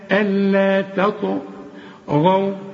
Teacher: يبقى الطاء والغين مفخمين والواو حرقاها.